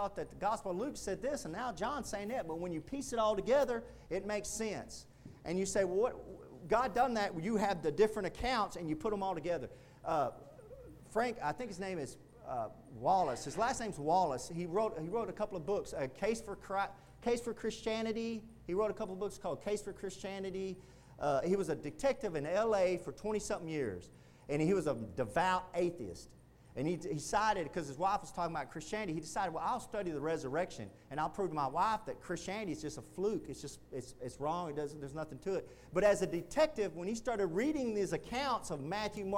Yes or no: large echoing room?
yes